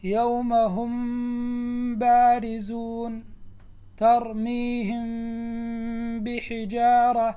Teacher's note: الإخفاء بأن يطبق الشفتين، لا يجعل بينهم فرجة، وهذا الإطباق إطباق تلامس، لا كز · Term: الإخفاء الشفوي